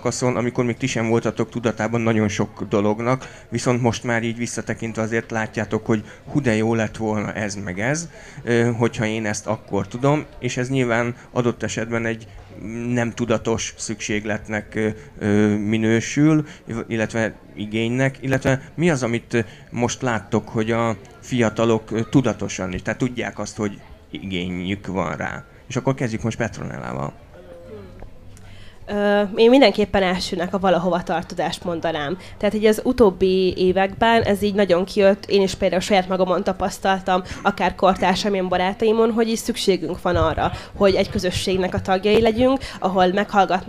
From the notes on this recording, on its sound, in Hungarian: A felvétel a fesztiválon készült, így hanghibákat tartalmaz.